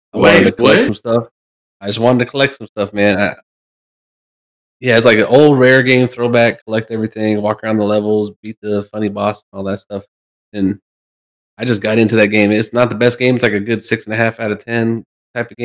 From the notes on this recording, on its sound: horrible audio